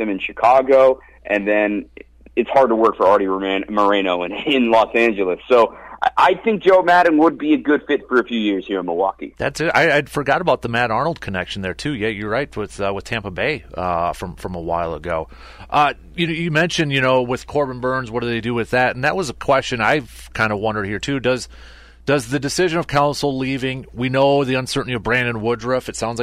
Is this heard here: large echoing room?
no